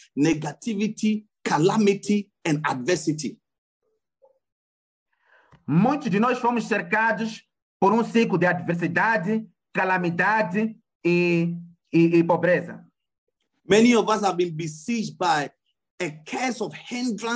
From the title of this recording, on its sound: Wisdom Encounter Midweek Zoom Service - City Church